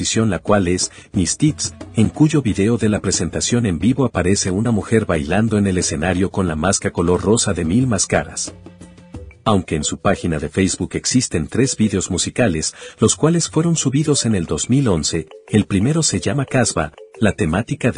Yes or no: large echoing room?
no